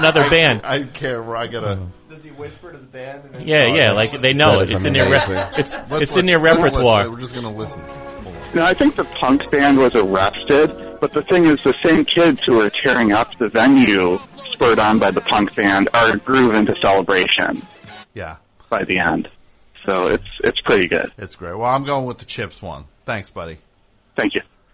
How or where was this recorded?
phone line